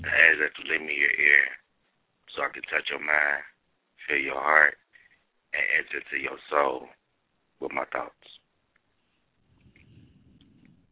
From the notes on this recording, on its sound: callers from Cincinnati, OH, Athens, Alabama, Taunton, MA and Sherman Oaks, CA